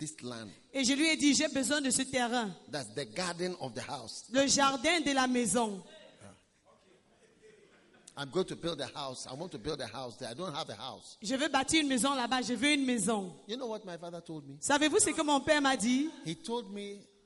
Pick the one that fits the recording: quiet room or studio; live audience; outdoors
live audience